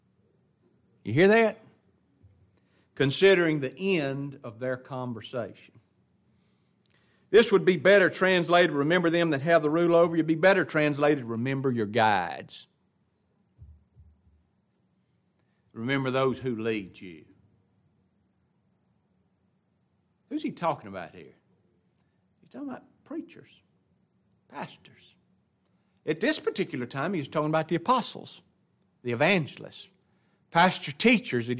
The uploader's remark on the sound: It was taught in the adult Bible class at Grace Baptist church of Ruston Louisiana.